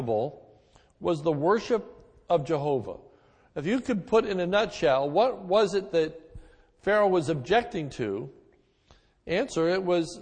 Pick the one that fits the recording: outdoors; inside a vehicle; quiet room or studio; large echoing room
large echoing room